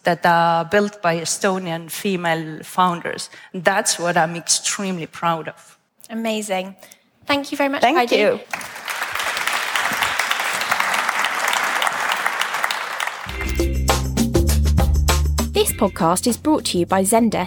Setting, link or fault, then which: setting, live audience